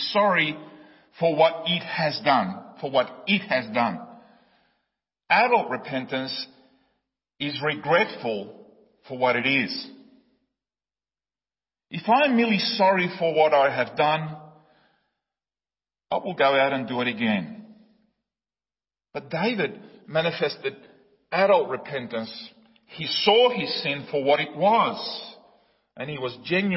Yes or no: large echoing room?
yes